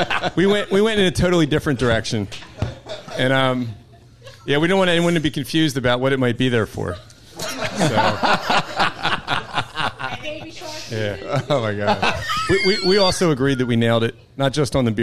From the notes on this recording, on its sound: Got together on July 28th at Tattooed Mom on South Street for an extra hilarious and informative Beer and Booze Broz live show! Thanks to Obie Media for recording the live show.